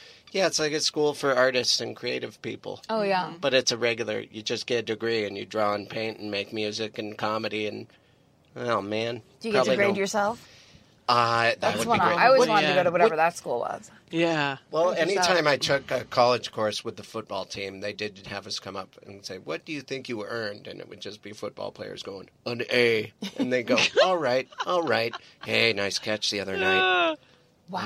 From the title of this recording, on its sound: In the Car